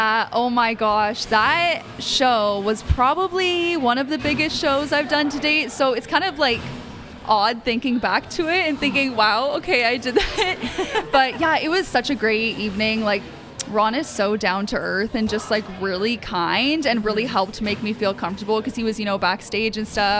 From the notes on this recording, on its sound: ON THE SCENE. Broadcasts live from AOK Game Bar, one of Downtown Kitchener's most fun and unique spaces.